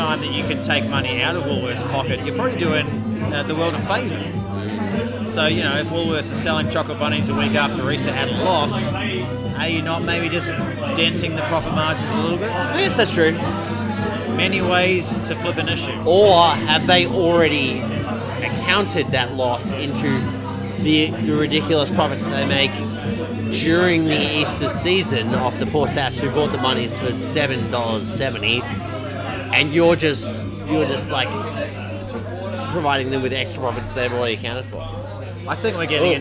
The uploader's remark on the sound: Coming to you live from the Bridge Road cardboard pop-up bar in Brunswick.